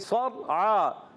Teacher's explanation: سواد کو موٹا رکھنا ہے، را کو بھی موٹا رکھنا ہے کیونکہ اس را ساکن سے پہلے زبر، عین پر کھڑا زبر، ایک کلپ کھینچ کر ادا کریں گے۔